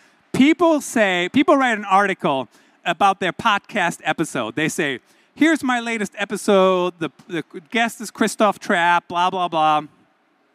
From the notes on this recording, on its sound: This is the audio from my keynote in Malaga, Spain, at the Digital Enterprise Show 2022.